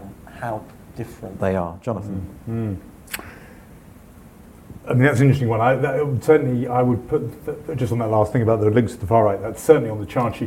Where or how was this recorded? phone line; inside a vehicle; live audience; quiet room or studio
live audience